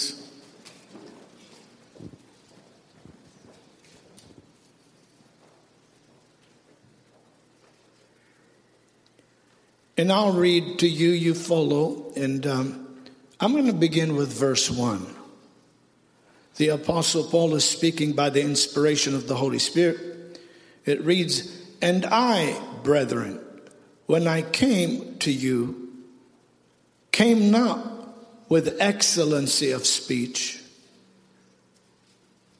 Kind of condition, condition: setting, large echoing room